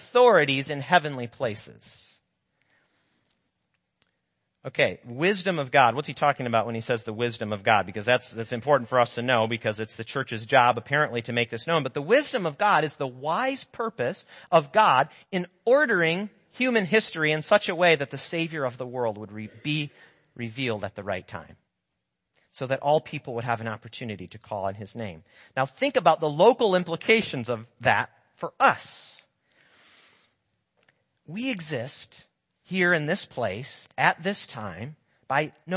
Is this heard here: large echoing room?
yes